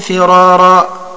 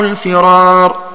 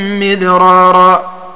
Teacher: وقوله: وتكريرها مصدر بمعنى المفعول، أي في الكلمة المكررة فيها الراء. والمعنى أن ورشا فخم الراء في الكلمة التي تكررت فيها الراء، فإذا وجد في الكلمة راءان ووجد سبب لترقيق الأولى فقط فيترك ترقيقها وتفخم.